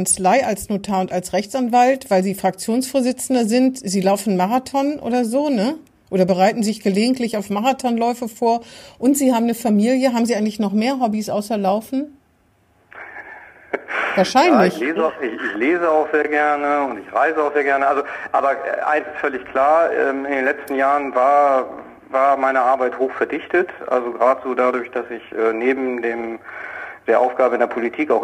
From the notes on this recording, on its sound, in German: Findet coronabedingt diese Woche wieder per Telefon-Schalte statt. Aus Bremerhaven zugeschaltet.